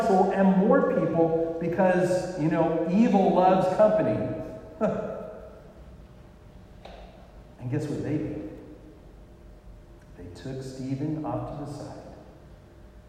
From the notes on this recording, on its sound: The sound quality is lacking. It is like “listening in a tunnel.”